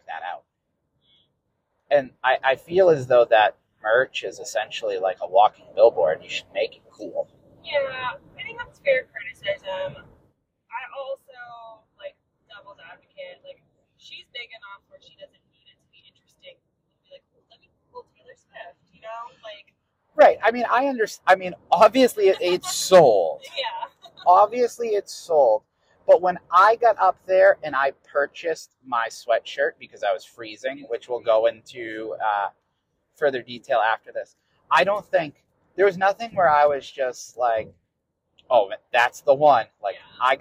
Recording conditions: inside a vehicle